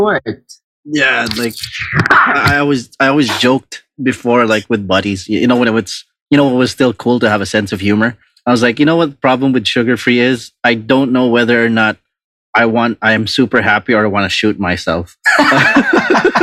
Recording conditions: video call